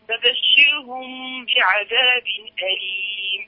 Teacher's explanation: ميم ساكنة جاء بعد حرف الباء الحكم التجويدي إخفاء شفوي، فبشرهم بعذاب أليم، تنوين كسر جاء بعده الهمزة إظهار حلقي، إظهار حلقي.